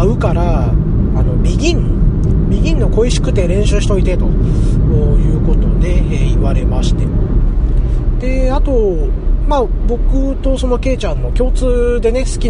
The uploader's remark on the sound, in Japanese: 今回も車中録音ですので、聞き取りにくいと思いますが、ご容赦下さいませ。